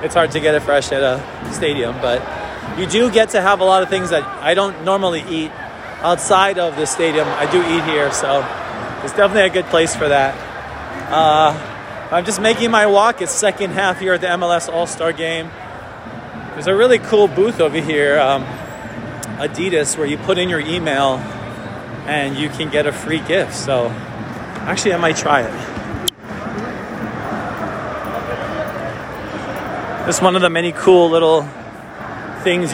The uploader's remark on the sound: Live from MLS All Star Game 2021